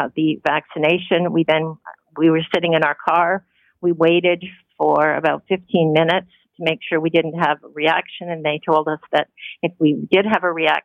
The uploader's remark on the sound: A couple of them phone in today to share their experience of getting the vaccines. Two Ontario Snowbirds.